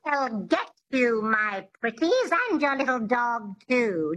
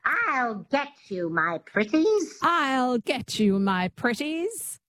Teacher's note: So a lot of people think the transatlantic accent is nasal, but it's not. It has this twang, which is the epiglottis, which is just behind the vocal cords in the throat.